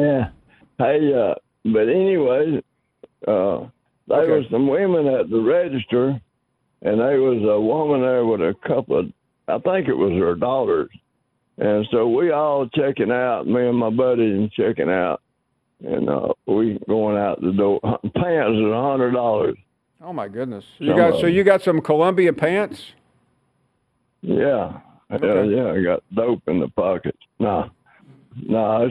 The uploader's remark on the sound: more of your phone calls